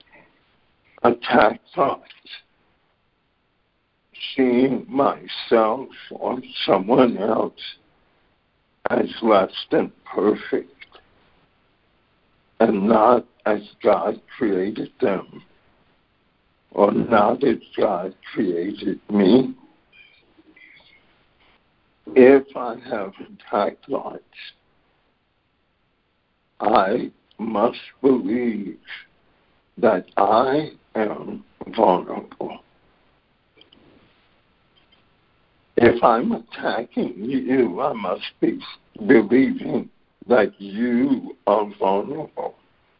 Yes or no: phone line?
yes